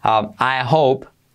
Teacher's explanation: I hope. Pues incluso saltar la H. I hope. Bueno, mejor hacerla.